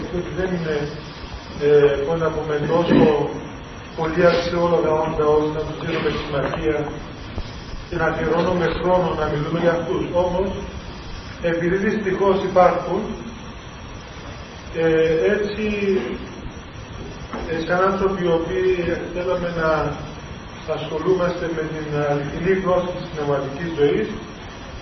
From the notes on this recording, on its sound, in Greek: Η ηχογράφηση δεν είναι πλήρης. Λόγου τεχνικού προβλήματος η ποιότητα ήχου είναι χαμηλή.